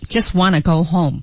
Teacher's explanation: I just want to go home. Just 替失去爆破，want to 连读成 wanna